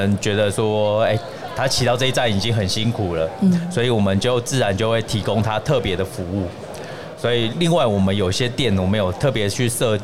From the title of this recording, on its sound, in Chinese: 2022 Taipei Cycle台北國際自行車展-Live Podcast